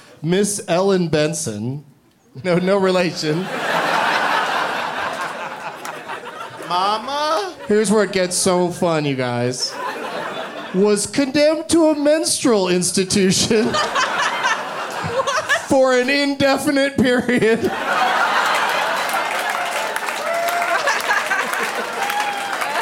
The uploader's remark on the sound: Live from Comedy Works in Denver